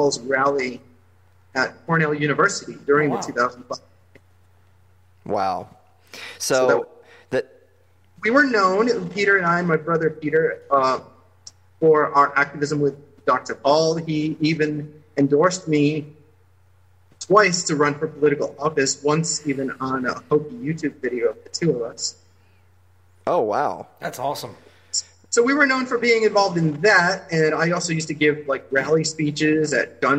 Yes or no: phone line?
no